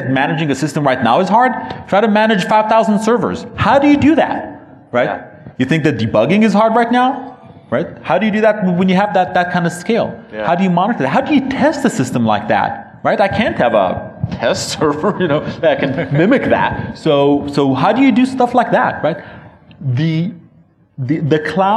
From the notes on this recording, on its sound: Another panel discussion from DevConnections.